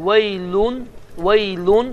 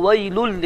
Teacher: İslahi mənası isə sukununun və ya tənvillərdən sonra yə, mim, vav və nun hərflərindən biri gələrsə, bu zaman n səsi, n oxunmaz və ikinci hərf isə şəddələnir · Shown in: second take · Term: idğam bilağunla